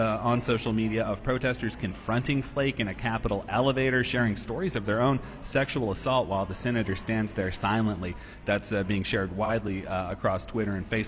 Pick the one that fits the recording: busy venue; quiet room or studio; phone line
busy venue